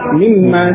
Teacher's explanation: ada nun sukun pada mim, ya, ketemu mim, nunnya idgham pada mim, pada huruf mim, sehingga menjadi mimma